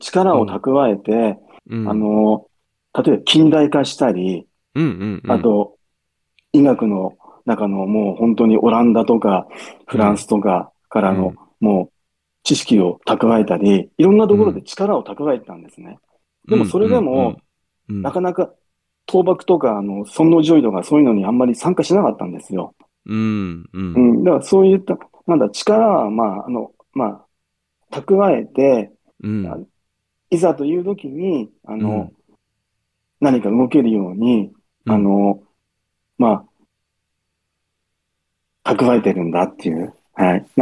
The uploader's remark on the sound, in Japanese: この為だけに作ったDiscordのボイスチャンネルで収録